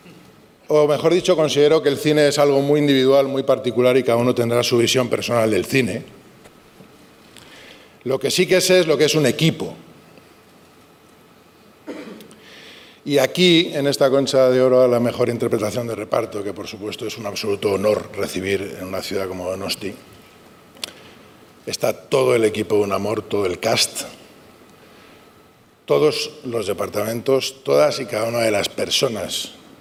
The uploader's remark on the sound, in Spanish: Octavo y último episodio del podcast especial de Kinótico desde el Festival de San Sebastián 2023, que grabamos desde el restaurante Pollitena.